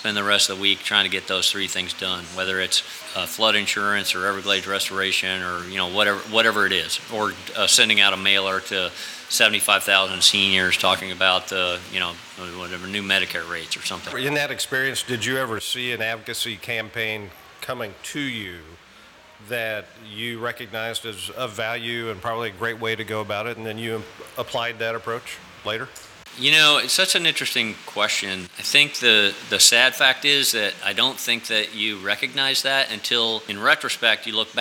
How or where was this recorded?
busy venue